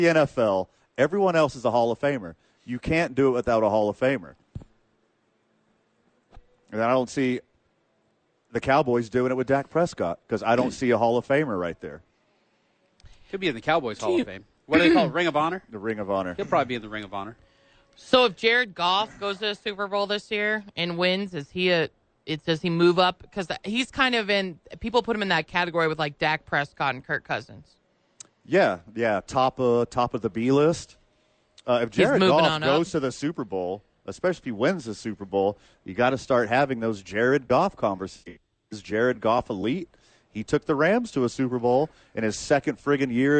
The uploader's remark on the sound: live from The Duke Store